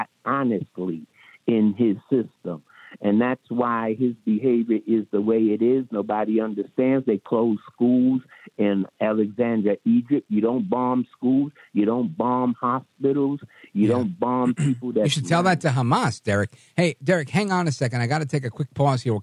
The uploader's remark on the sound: we take your calls in open phones across America